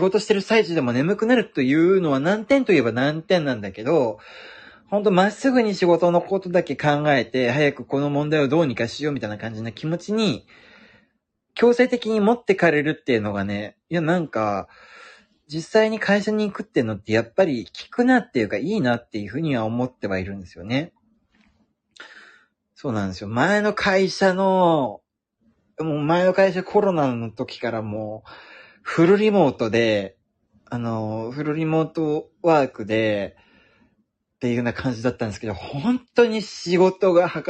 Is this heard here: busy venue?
no